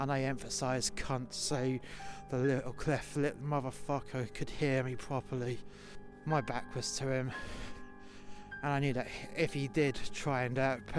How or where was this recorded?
outdoors